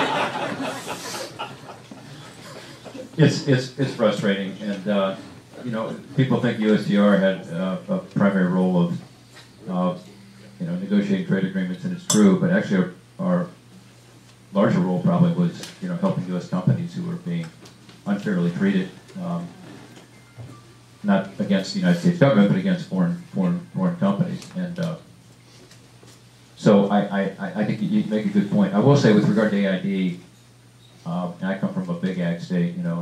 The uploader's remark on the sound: WASHINGTON, DC. Appeared before a breakfast meeting of The Ripon Society, delivering a speech.